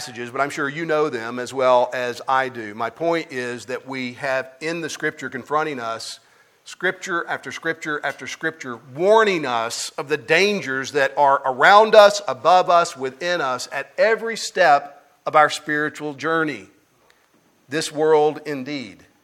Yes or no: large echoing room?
yes